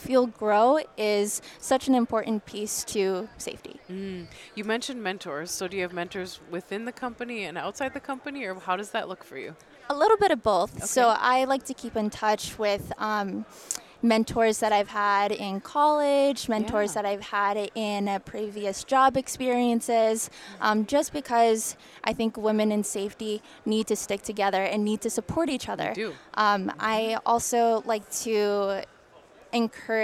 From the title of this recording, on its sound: Live From NSC 2023